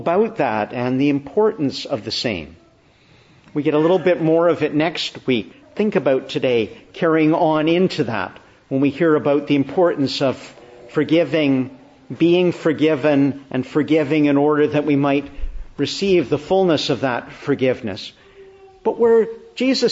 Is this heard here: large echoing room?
yes